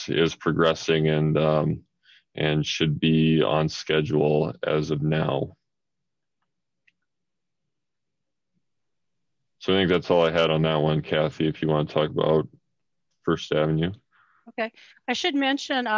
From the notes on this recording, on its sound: Meeting of the Metropolitan Planning Organization of Johnson County's Urbanized Area Policy Board (Zoom meeting).